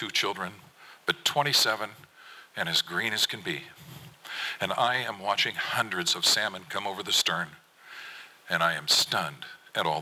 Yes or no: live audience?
yes